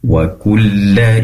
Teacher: Lam di sini tentunya pendek atau tidak ada jeda ya. Langsung saja wa kulla in lain, tadi ada jedanya wa kulla.